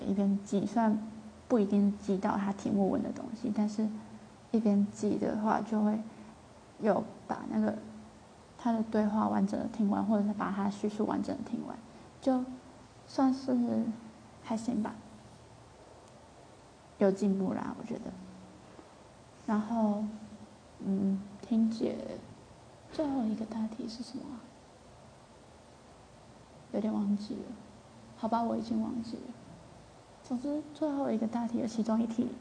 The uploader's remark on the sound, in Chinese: 今天的雜音有點多抱歉